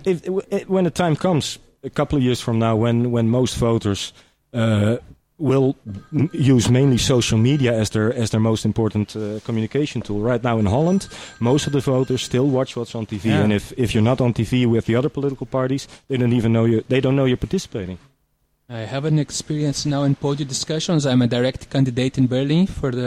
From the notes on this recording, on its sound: reporting Live from OHM2013 in the Netherlands.